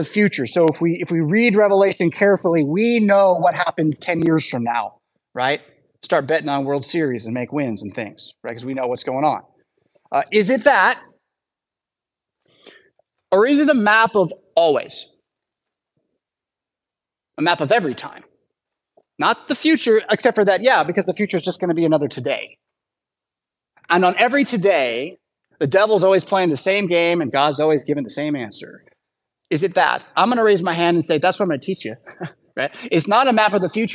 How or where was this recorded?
large echoing room